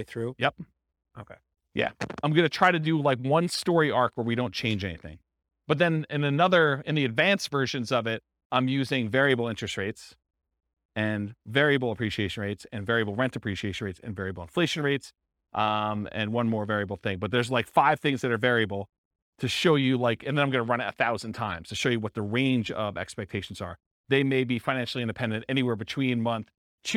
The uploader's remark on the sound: This was a live class recorded